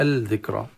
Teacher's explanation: اللام مدغمة في الذال يصلها الذكرى، ذكرى تفخيم الراء مع الألف التي بعدها، والكاف ساكنة، فبعض البعض يخطأ في الكاف يقرأ الذكرى، ذكرى يعني نبرة في الكاف أشبه بقلقلة.